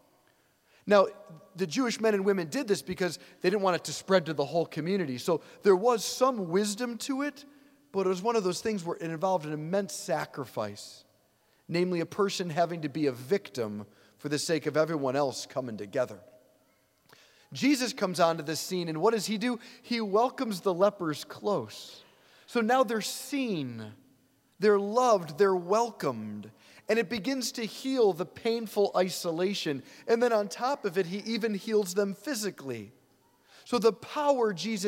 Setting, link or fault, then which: setting, large echoing room